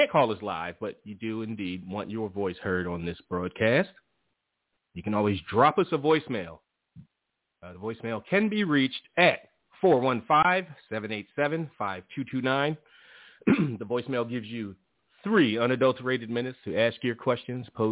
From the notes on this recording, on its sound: Live calls and much more conversation. Weekly caller, email and tweet driven show.